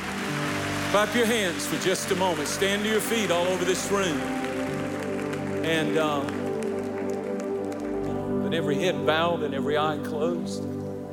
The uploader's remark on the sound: recorded at our Divine Conference